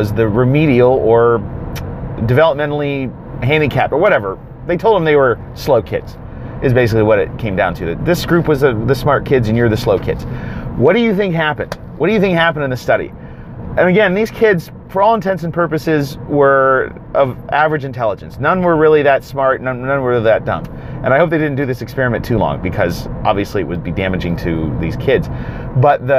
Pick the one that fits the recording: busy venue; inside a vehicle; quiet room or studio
inside a vehicle